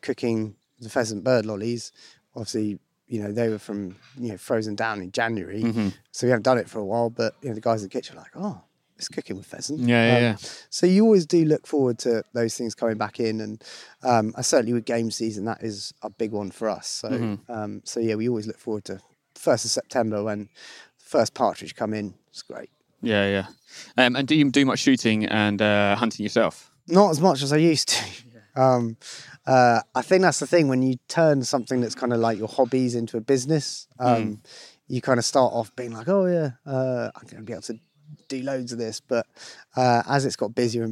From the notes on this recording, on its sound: spends a day in the East Sussex countryside